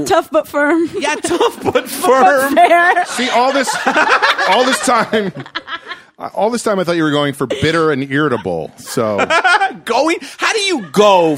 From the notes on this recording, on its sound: with live "in-studio" audience